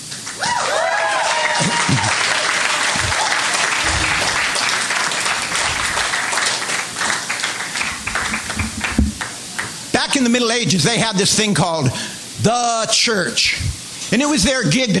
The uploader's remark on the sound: Live from the Vancouver Poetry Slam